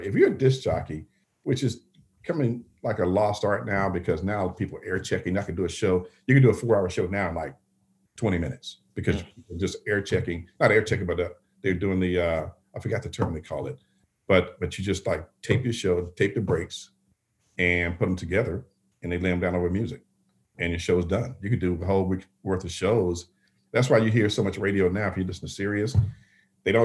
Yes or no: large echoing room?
no